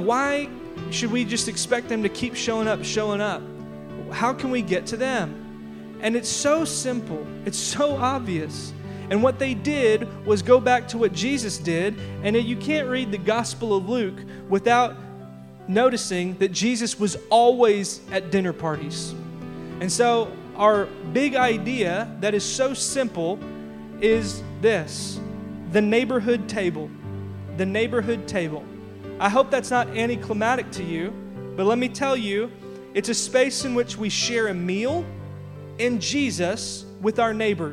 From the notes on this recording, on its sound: audio from our big church-wide announcement from our Worship Gathering February 16